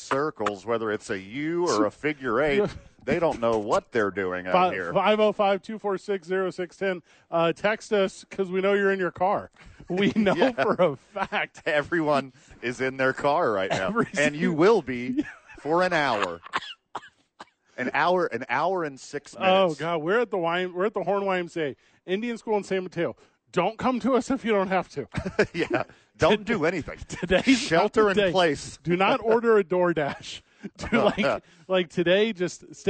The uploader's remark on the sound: Live from the YMCA.